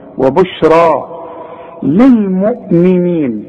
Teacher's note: وبشرى عند الياء بتتحول إلى ألف عند النطق، وبشرى تكتب بالياء، وبشرى للمؤمنين.